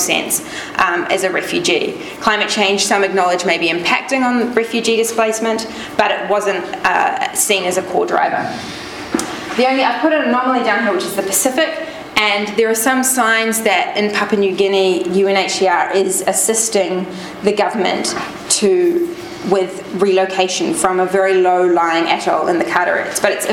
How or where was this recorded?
large echoing room